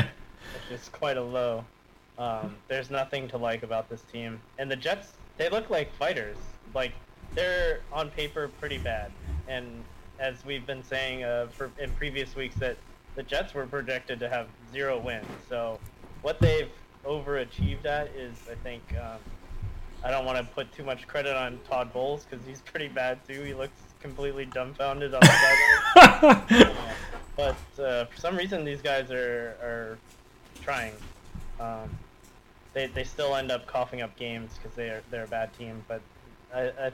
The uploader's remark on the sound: Apologies for the audio levels.